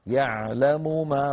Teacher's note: يعلم ما، انظر هنا يعلم ما التقى مثلان وهما الميمان لكن الميم الأولى متحركة ليست ساكنة فلا إدغام